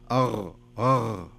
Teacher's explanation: الغين فيها في خشونة شوية، يعني كأنها قريبة من حرف الخاء، يعني أغ أغ لاحظتي؟